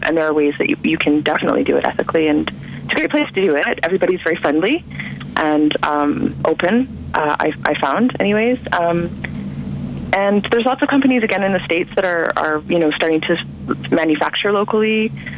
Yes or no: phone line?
yes